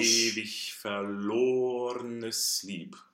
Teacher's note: Stress the O in a very close way